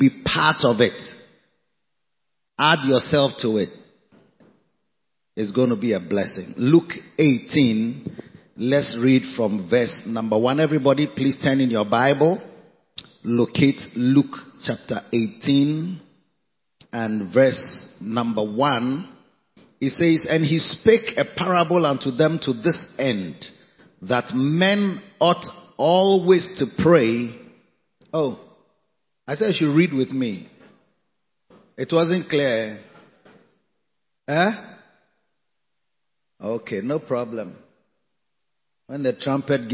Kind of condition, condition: setting, large echoing room